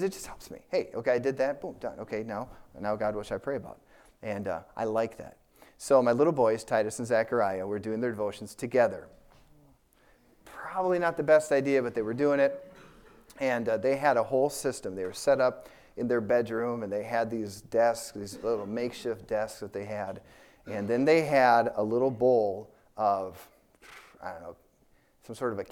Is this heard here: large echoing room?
yes